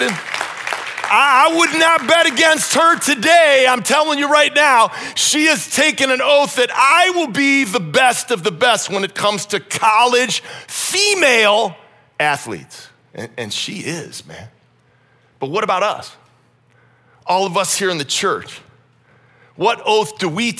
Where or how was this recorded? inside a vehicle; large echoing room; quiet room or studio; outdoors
large echoing room